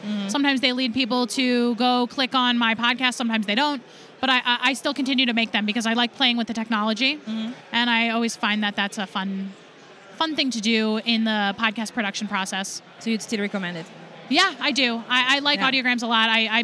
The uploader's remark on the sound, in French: Le Podcast Movement (conférence là où est enregsitrée cette interview).